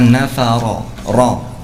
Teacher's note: ro dibaca tebal karena fathah · Term: ro yang dibaca tebal